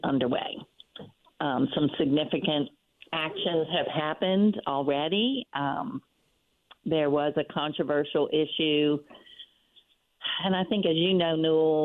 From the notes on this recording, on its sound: WWL Listeners from the Northshore call